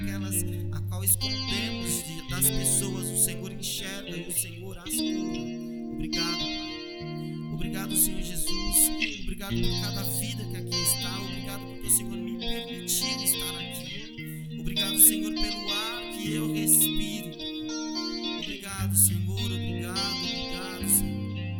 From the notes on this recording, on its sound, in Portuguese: Áudio do culto de Santa Ceia, realizado na Quadrangular Vila Mara